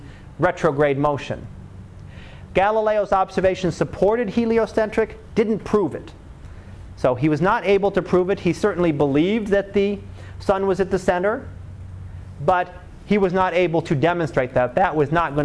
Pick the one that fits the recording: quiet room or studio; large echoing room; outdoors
large echoing room